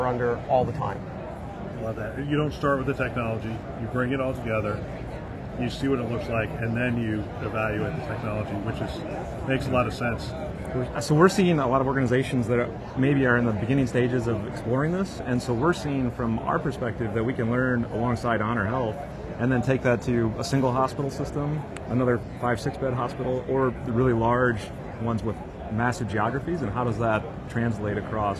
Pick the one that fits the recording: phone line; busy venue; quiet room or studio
busy venue